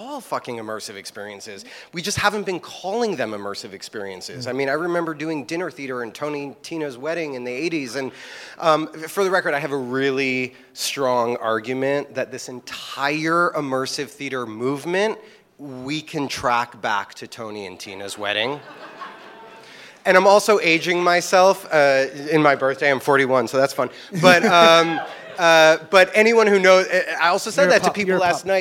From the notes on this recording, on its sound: Recorded live (so expect bumps).